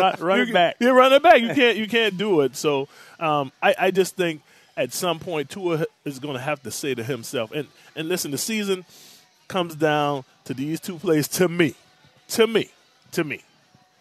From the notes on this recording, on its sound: Live at Twin Peaks.